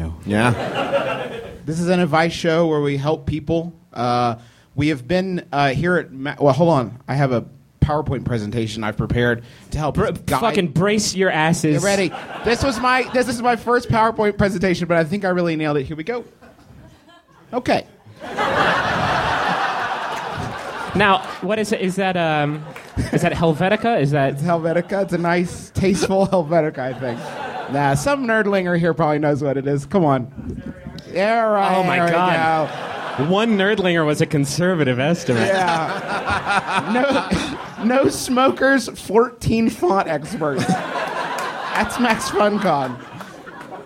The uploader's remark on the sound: Live, from MaxFunCon